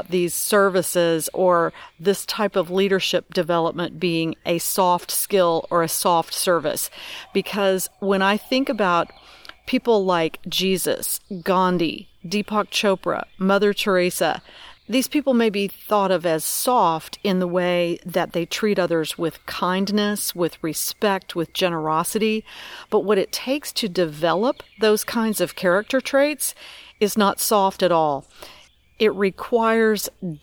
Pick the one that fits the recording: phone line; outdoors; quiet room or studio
outdoors